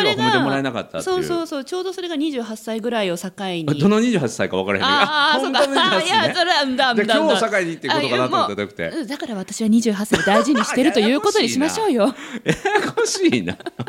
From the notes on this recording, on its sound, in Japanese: 今日ほめ が大阪に行きます！公開収録、やります！